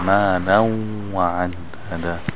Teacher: Again, idgham. مالاً وعددا. The noon joins the waw.